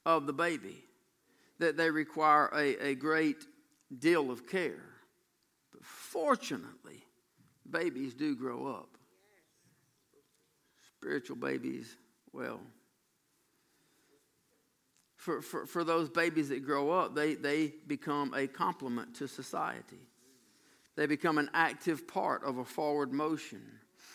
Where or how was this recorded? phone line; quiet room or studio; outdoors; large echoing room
large echoing room